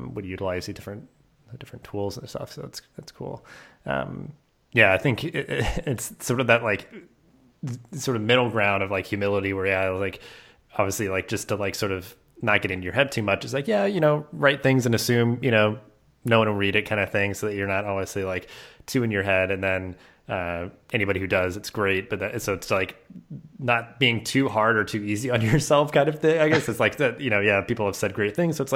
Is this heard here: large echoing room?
no